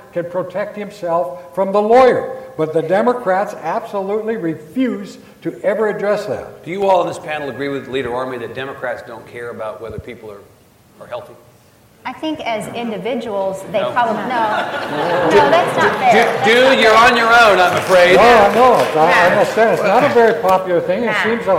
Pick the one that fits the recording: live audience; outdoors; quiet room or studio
live audience